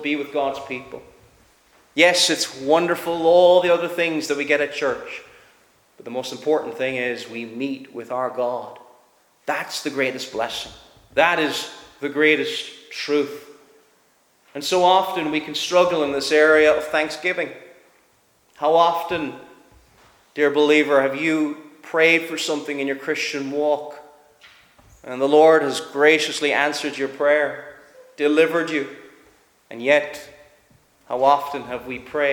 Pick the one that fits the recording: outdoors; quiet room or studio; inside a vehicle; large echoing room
large echoing room